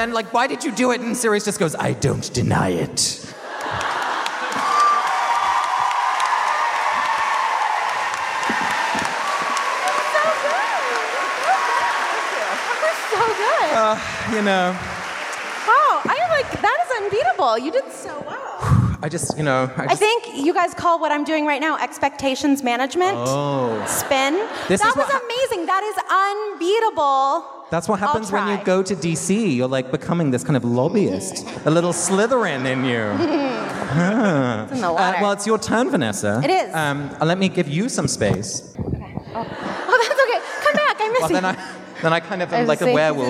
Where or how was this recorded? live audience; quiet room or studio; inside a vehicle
live audience